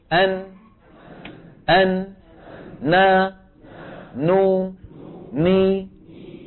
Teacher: مخرج النون من طرف اللسان كما نرى على اللوحة مع ما يحاذيه من اللسة · العمل الأول لساني، وهو أن طرف اللسان يقرع ما يحاذيه من غار الحنك، والعمل الثاني غنة من فين؟ من الخيشوم